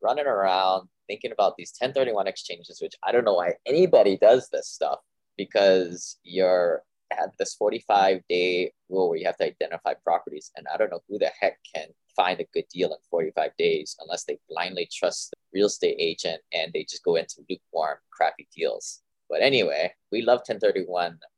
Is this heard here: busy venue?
no